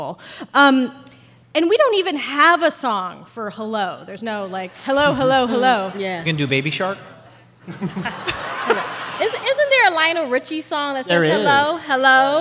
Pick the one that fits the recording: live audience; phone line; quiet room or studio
live audience